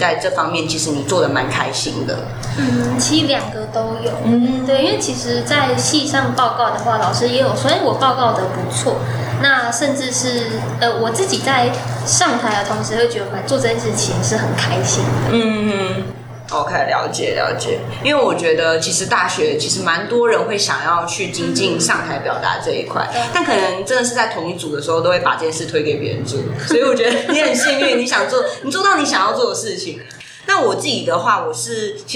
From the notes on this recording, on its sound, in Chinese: 本集是由我們北部的志工團隊錄製。在錄音品質部分……下次會再改進XD。